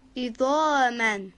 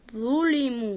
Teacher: هنگام تولید حرف ظا تارهای صوتی رو به ارتعاش در بیاورید